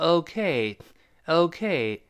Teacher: 那 K 更加重读一些，那个 O 反而是次重音啊